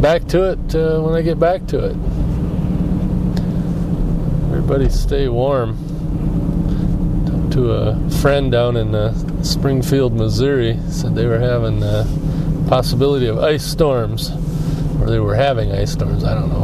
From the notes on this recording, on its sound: I try out my new Sony ICD-UX70 Recorder while driving around Traverse City in my car.